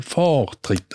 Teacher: das R verschwindet eigentlich hinter dem O, oder? Das heisst, es wird vokalisiert, also es ist so weit hinein, dass es vokalisiert und gleichzeitig kommt es also das A so leicht über.